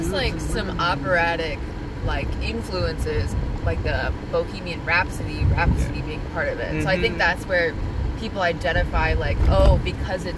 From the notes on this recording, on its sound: recorded in a moving vehicle and a falafel restaurant